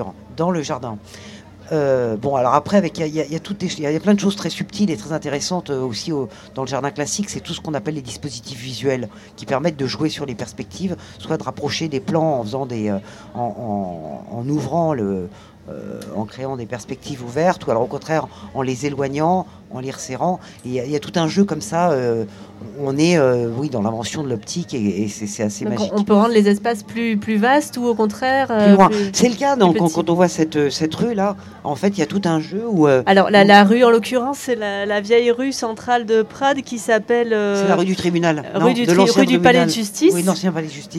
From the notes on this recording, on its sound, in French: Résonances émettait en direct depuis la Foire Plantes et Nature sur la place de la République de Prades. (Les intermèdes musicaux ont été raccourcis pour cause de droits d'auteurs).